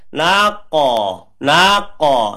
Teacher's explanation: kalau kof karena isti'la, jadi dia bacanya mantulnya itu bunyinya seperti o